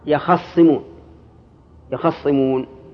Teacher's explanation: قال بالتشديد أصله يختصمون، نقلت حركة التاء إلى الخاء، وحركة التاء هي الفتحة، وأدغمت في الصاد